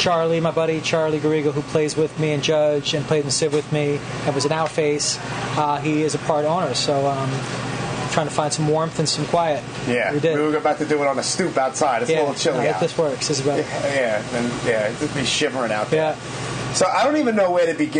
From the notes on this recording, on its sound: "Puffy's Tavern" in Tribeca, NYC. The place was packed so, we called an audible and went "Live from the Basement at Puffy's Tavern". Even if the recorder was balancing on a barstool while we stood around it, we made it happen!